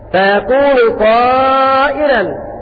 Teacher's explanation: وقرأ ورش بترقيق الراء وهي عندهم مد متصل، فيقرأ ورش من طريق الأزرق هكذا فيكون طائرا.